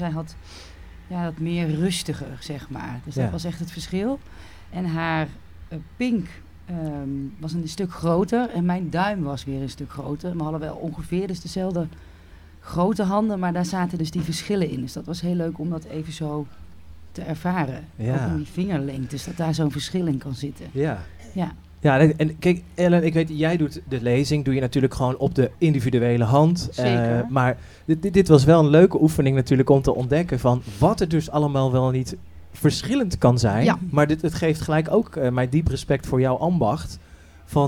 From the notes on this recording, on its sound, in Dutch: Ode aan de magie LIVE - Handlezen tijdens ZIN op camping de Lievelinge. In deze speciale live opname op camping de Lievelinge mogen we mee kijken in de praktijk via de handen van oa.